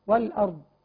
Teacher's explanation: نراعي تفخيم الراء، والارض ساكنه قبلها مفتوح